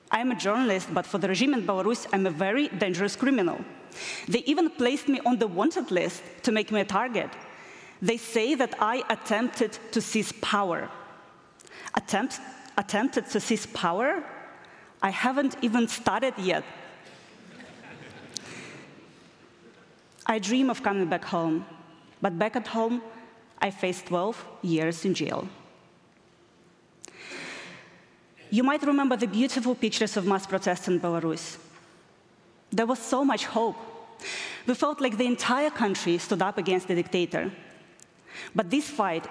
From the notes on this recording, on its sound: recorded at the 2023 Oslo Freedom Forum